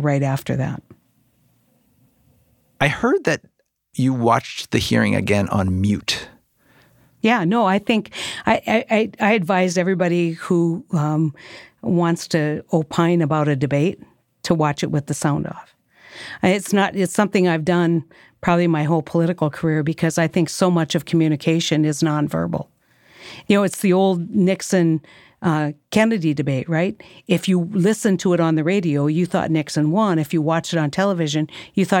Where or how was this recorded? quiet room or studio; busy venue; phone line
quiet room or studio